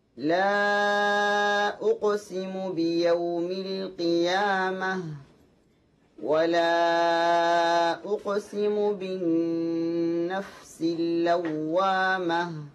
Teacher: حرف القاف مقلقل قلقلة صغرى